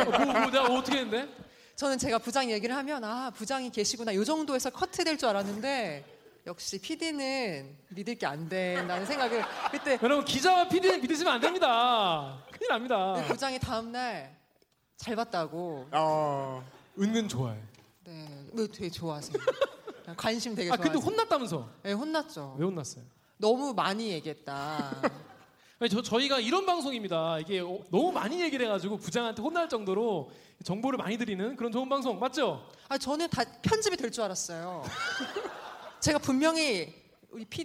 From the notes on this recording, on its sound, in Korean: 공개방송